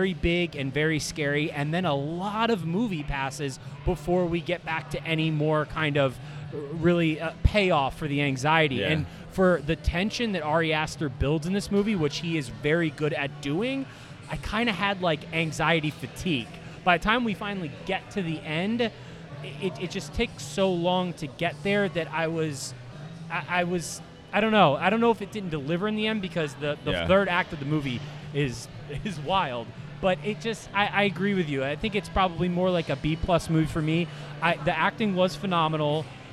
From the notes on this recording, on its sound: LIVE FROM LOVE CITY BREWING COMPANY!